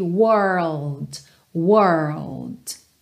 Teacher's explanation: primeiro forma o R, e aí nesse caso é a língua enrolada mesmo